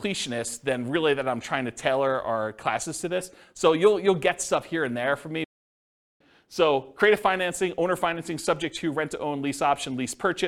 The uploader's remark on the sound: This was a live class recorded.